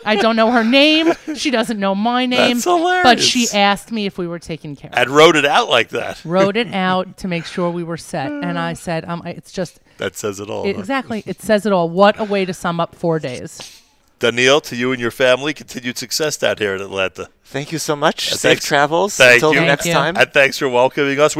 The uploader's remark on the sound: Live from Beth Jacob Atlanta (Day 2)